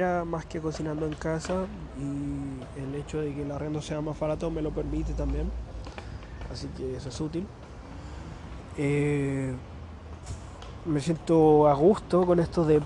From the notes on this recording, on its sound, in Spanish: En plaza Viña esperando a juntarme con amigos, aprovecho de grabar el podcast de hoy.